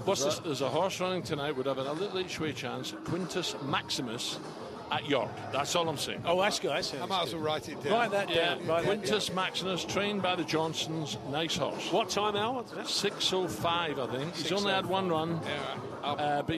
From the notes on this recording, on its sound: Live at the talkSPORT Trophy five aside match which ended in dramatic fashion!